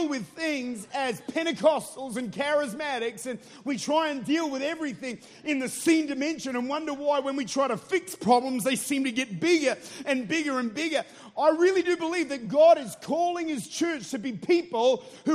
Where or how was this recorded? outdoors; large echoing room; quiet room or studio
large echoing room